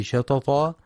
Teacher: ينتبه القارئ في كلمة شططا لترقيق الشين، فلا يفخمها بسبب مجاورة حرف الطاء المفخم، فلا يقرأ شططا.